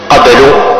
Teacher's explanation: قلقلت حرف الباء مرتبتها الصغرى